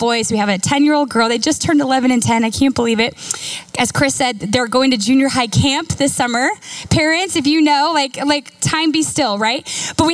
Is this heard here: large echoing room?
yes